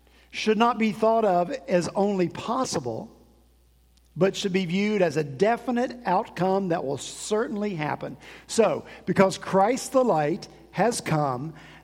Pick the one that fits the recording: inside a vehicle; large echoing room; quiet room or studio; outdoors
large echoing room